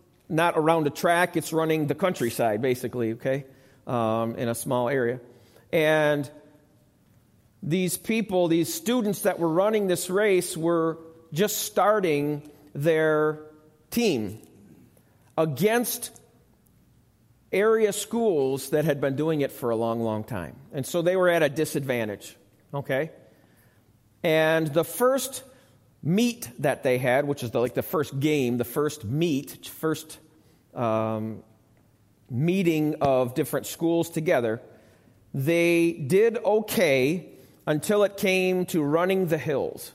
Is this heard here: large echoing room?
yes